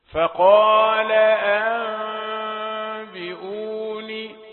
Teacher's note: يعني الفرجة يعني فتحة خفيفة بين الشفتين يحدث بها الإخفاء حتى لا يضغط على مخرج الحرف